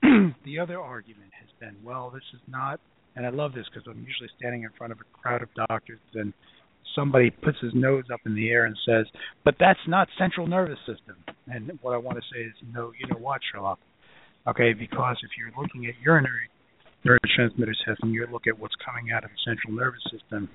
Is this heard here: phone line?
yes